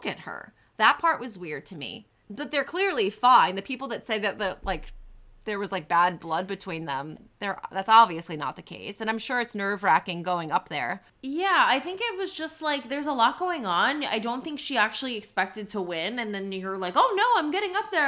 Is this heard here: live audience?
no